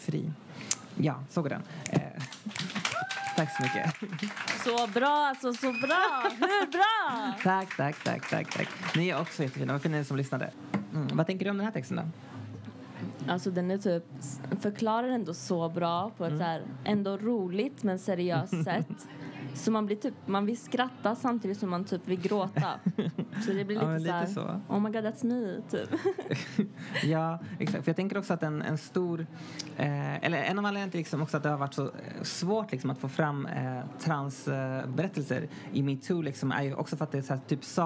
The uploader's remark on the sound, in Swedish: Live från Statement Festival